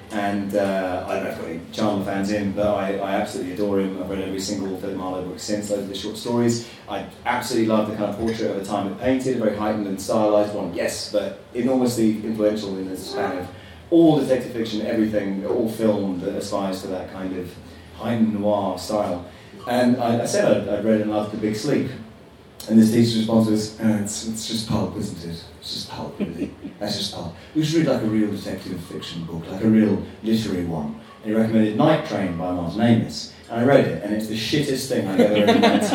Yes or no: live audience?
yes